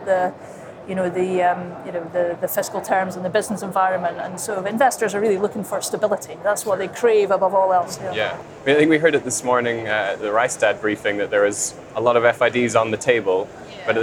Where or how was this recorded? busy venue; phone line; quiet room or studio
busy venue